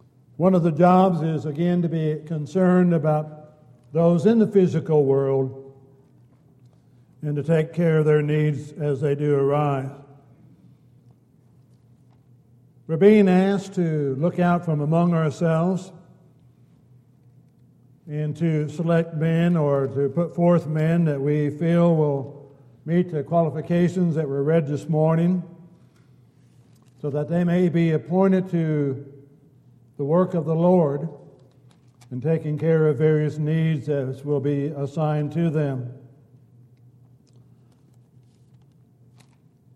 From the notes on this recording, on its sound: Downtown Church Of Christ Audio Sermon